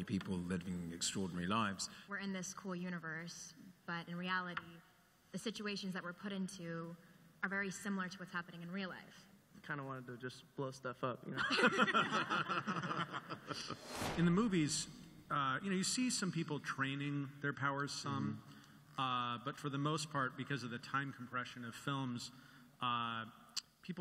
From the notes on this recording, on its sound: THE GIFTED Panel At Comic-Con 2017.